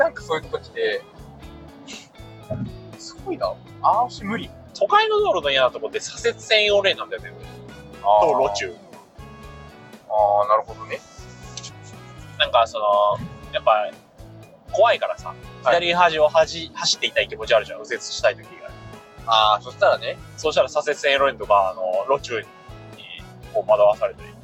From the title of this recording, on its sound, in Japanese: 音質最悪！ドライブラジオ